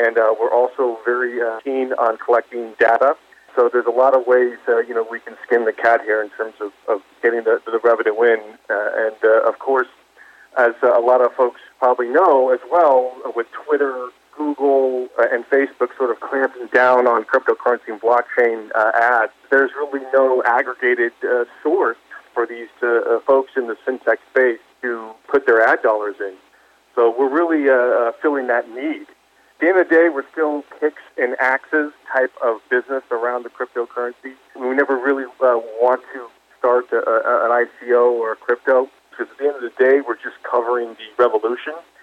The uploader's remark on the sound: called in to SmallCapVoice.